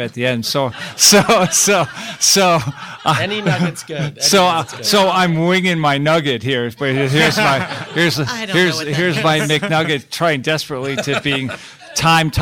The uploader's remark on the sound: we’re live from Columbia University’s Energy Symposium in New York City